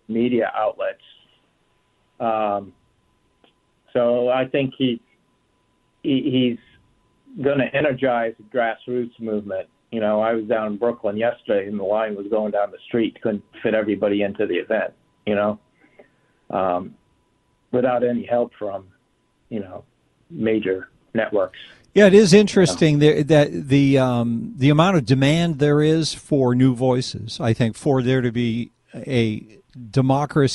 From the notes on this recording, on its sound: we take phone calls